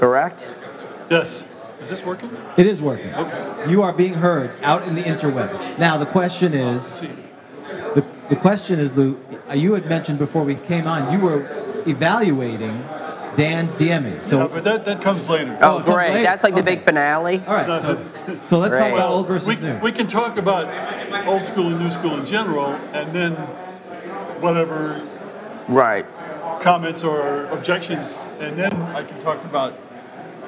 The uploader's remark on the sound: Live from Grogcon 22. Provided a seminar on Old School versus New School gaming live!